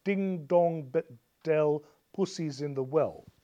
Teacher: Ding dong dell, it's three stresses in a line. There's no alternation of relatively unstressed and relatively stressed syllables. · Term: sprung rhythm